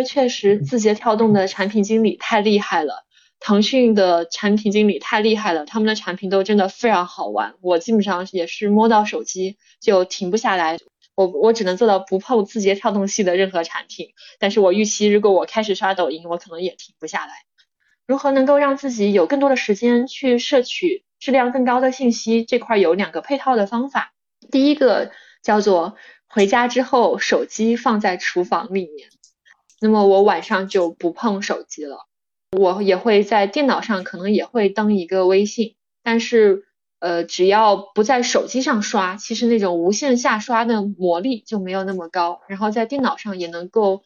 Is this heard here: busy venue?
no